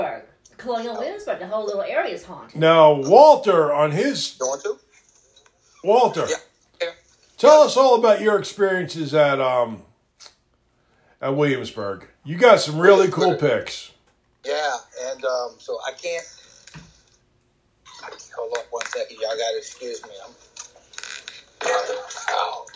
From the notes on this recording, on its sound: There's some background noise to deal with but hopefully not too much.